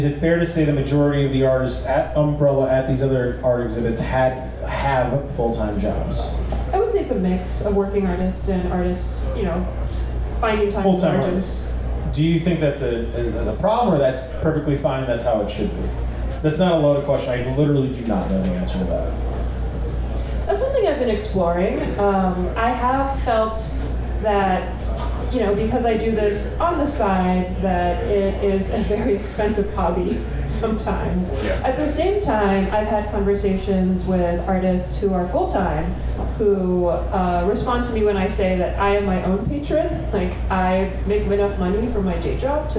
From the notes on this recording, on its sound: Live at The Wonderland Ballroom. Washington, D.C.